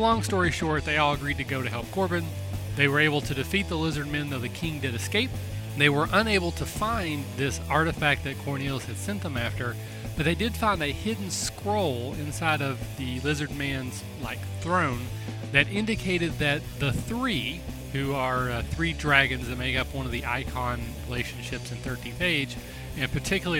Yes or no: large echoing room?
no